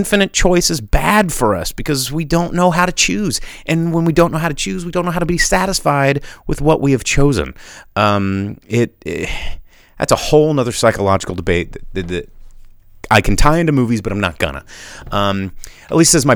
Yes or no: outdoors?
no